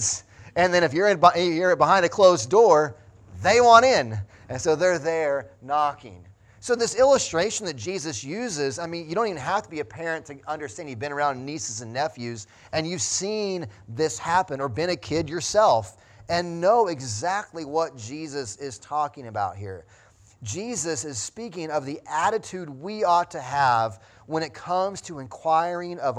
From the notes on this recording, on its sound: Sunday Morning Sermon Audio